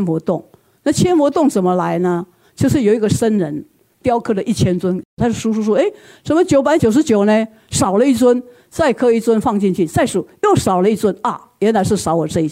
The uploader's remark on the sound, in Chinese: 本集內容取自天下文化主辦的《星雲大師的身教與言教》新書分享會現場錄音。